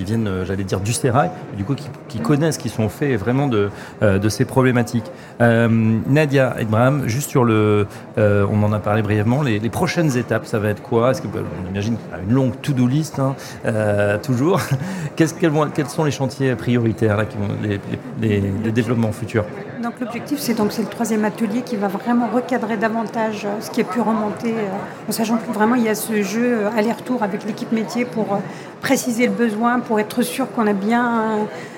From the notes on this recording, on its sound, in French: 83e Congrès HLM de l'Union Sociale pour l'Habitat. En direct du 83e congrès USH à Nantes.